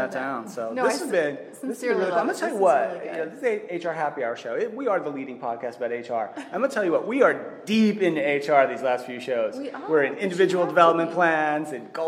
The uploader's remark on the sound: recorded live from the Saba Insights 2018 Conference in Scottsdale, Arizona